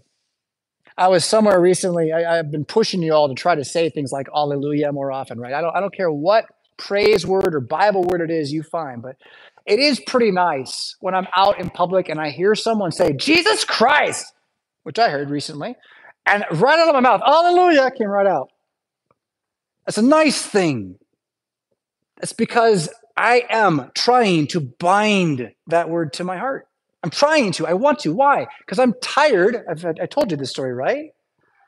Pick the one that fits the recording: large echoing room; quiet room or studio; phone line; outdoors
large echoing room